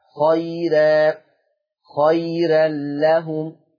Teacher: ترقيق الراء وقفا ووصلا لورش عن نافع